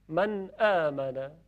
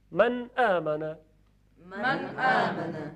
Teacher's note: اظهار یعنی نون کاملا شفاف و واضح گفته شه. من آمنا، بگید من آمنا.